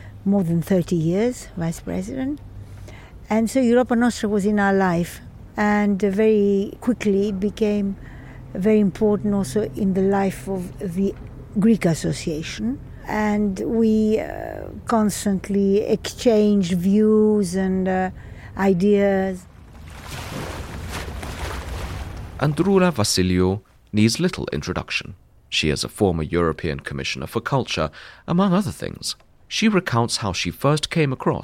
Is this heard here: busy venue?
yes